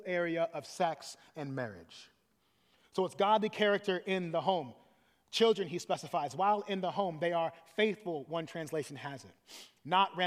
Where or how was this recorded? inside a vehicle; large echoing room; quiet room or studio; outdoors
large echoing room